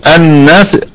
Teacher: النون حرف غنة مشدد وهو في اعلى درجات الغنة